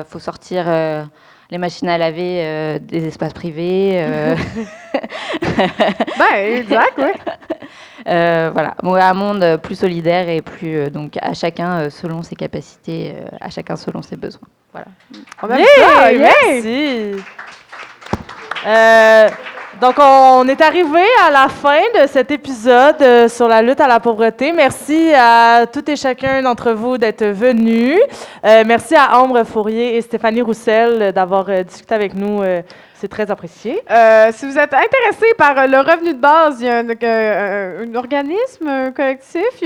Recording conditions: live audience